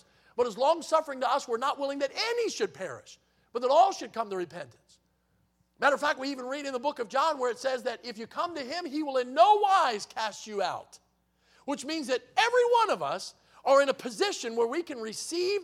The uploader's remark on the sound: in the Sunday Evening Service on November 12, 2023, at Victory Baptist Church in Boonsboro, Maryland